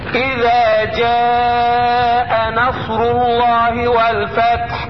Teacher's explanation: الالف اللي بعد الذال في كلمة اذا مرققة